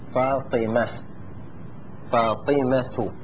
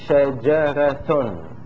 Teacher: أما بالنسبة إلى فاطمة وكلمة شجرة فإنها تقلب إلى هاء في الوقف. تاء تأنيث الاسم، ها جعل، جعلت هاء تأنيث الاسم. · Term: تاء التأنيث